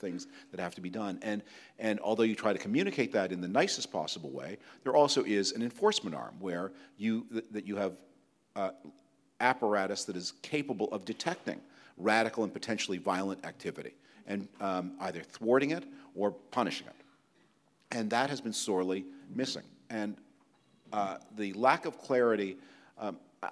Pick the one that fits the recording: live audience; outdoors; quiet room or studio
live audience